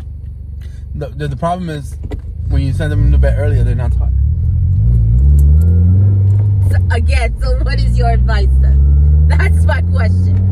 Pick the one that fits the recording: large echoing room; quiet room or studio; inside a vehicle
inside a vehicle